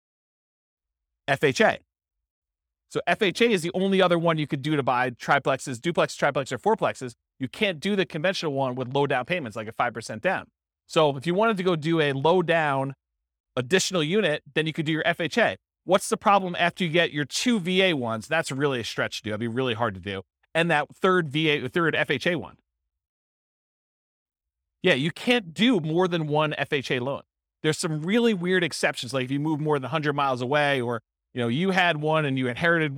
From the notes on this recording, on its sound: This was a live class recorded